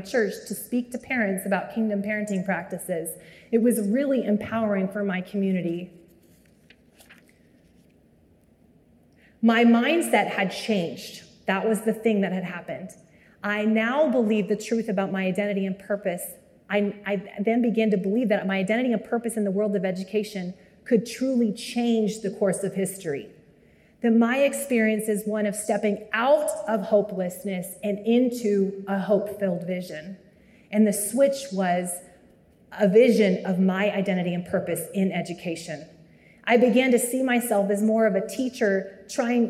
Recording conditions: live audience